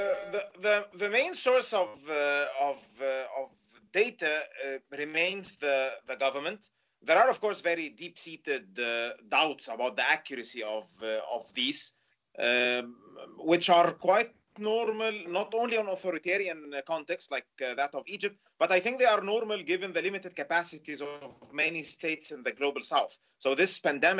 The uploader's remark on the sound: We will be speaking with our guests, one or several at a time, via Skype, and will try to have brief, informative, and non-draining calls within 20-30 minutes.